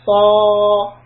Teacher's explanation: Then saad fatha, saw. Back of the tongue is elevated and I hold the elevation, because I need to make the sound sound heavy.